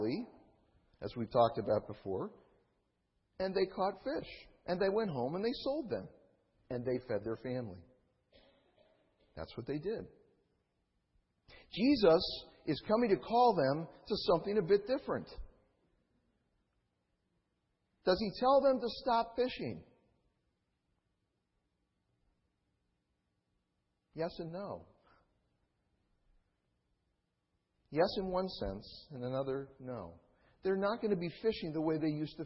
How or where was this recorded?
large echoing room